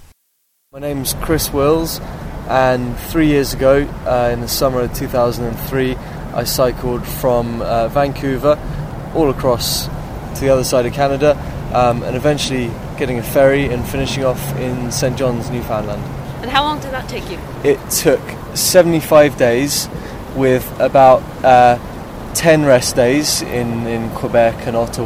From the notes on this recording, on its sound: We recorded this at our wild camping spot, just outside of Sussex NB, thus the sound of the wind in the trees and other noises not found in a studio.